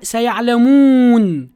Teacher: وكأن حرف المد اشترك في خروجه مكان آخر غير الجوف وهو الخيشوم